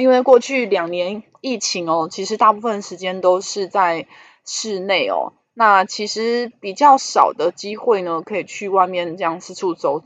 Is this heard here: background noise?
yes